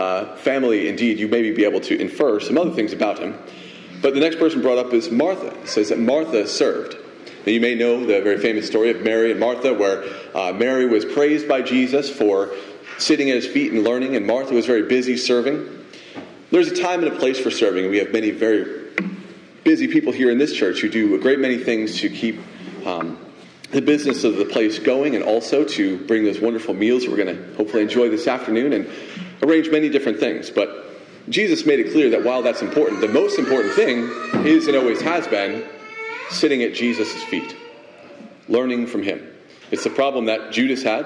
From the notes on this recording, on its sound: Message delivered Sunday, May 21, 2023 at Mt Carmel Primitive Baptist Church, Bel Air